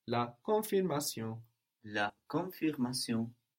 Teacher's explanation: we also don't really hear the N of con.